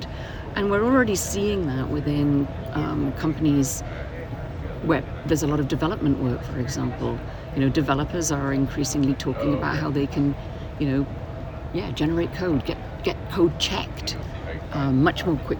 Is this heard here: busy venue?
yes